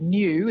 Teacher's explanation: there's a y sound, as you pointed out, in the word new, the way we pronounce it, and that's been dropping out. That's the yod is the y.